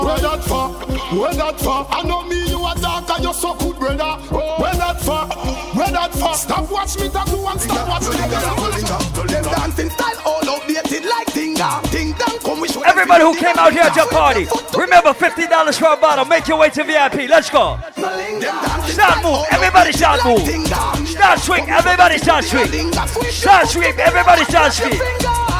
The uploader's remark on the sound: LIVE AT ISLAND SATURDAYS ON 1-6-18